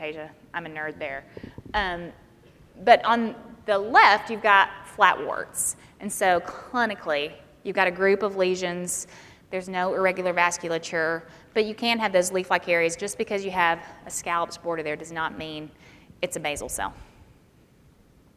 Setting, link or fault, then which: setting, live audience